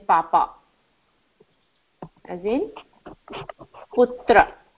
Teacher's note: Alpa prana oshtya pa, pa as in papa, as in putra.